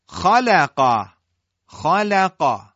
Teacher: خا درشته، قاف درشته، لام اینجا استفال داره در بین دو حرف مستعلیه. · Term: تفخیم